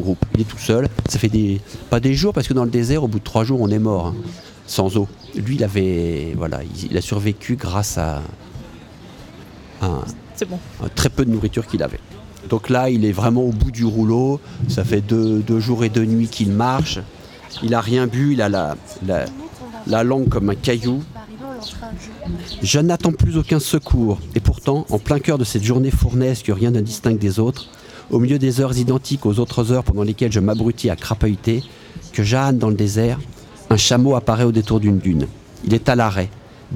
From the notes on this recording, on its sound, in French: En direct le 4 juillet de 9h à 18h à l'occasion du LIVRODROME qui proposa ce jour-là sur le quai Baluze à Tulle. Ont animé sur Bram FM toute une émission en direct le 4 juillet de 9h à 18h à l'occasion du LIVRODROME qui proposa ce jour-là sur le quai Baluze à Tulle plain d'animations originales autour du livre.